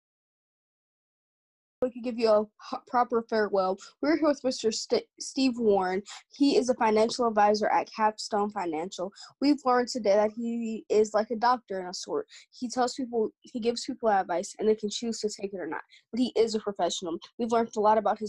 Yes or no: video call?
yes